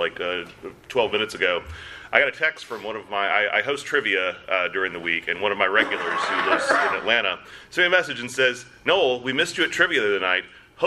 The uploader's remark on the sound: This episode was recorded LIVE at Dragon Con for the American Sci-Fi Classics Track.